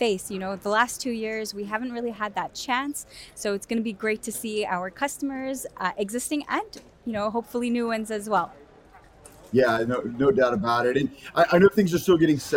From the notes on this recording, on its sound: Future Electronics at Embedded World. On location at the conference.